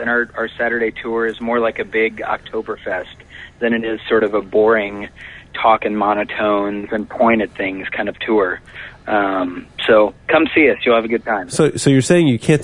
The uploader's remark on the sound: It's a tele-tasting with Saint Arnold Brewing Company . On the phone is.